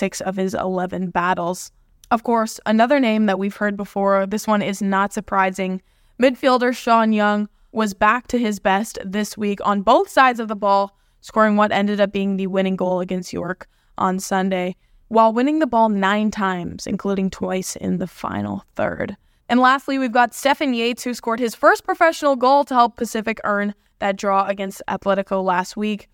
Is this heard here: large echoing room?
no